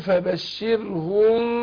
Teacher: فبنخفي الميم عند الباء ديت، يسمى إخفاء، يسمى إخفاء شفوي